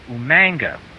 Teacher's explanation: In the Samoan dialect, the G is actually pronounced NG.